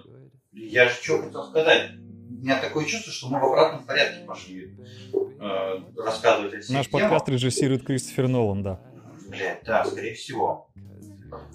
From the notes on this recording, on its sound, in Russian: Второй выпуск подкаста Духовка родился в муках перезаписи. В этот раз нас настигли некоторые проблемы со звуком.